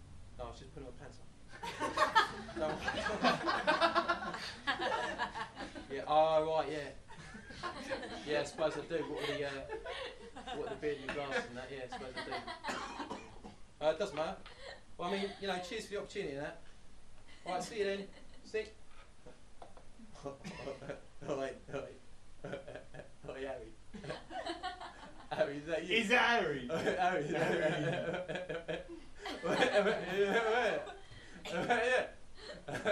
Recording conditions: live audience